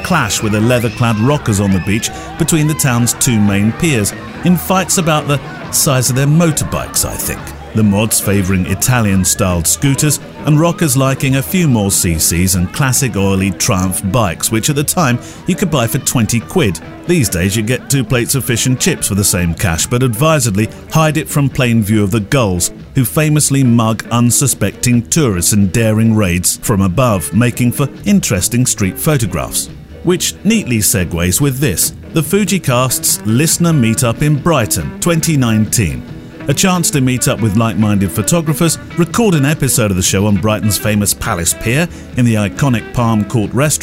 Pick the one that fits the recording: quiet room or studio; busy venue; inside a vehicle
busy venue